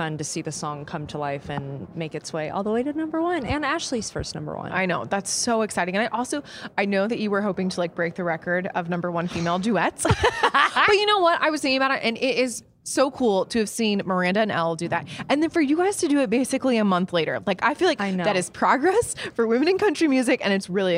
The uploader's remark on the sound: backstage at Audacy's Leading Ladies Live